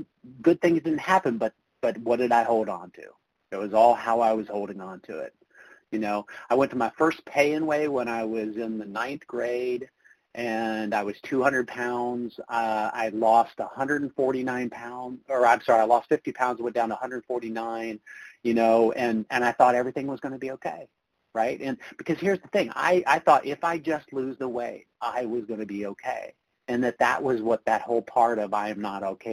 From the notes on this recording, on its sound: from the 100 Pounders Phone Meeting